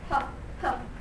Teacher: We produce puff with a slight puff of air.